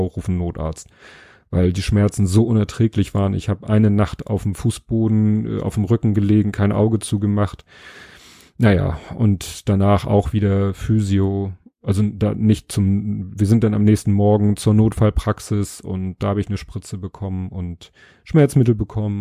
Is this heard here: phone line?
no